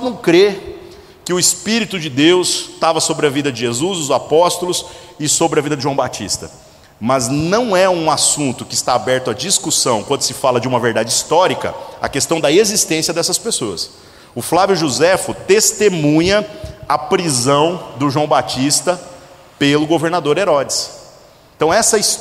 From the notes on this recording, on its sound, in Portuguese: gravado em 16/05/2018 na Igreja Sal da Terra - Manifesto, em Uberlândia-MG